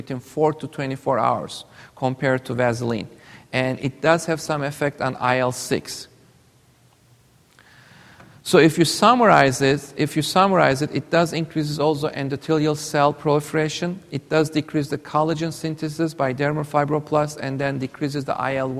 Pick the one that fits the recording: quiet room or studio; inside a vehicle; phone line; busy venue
busy venue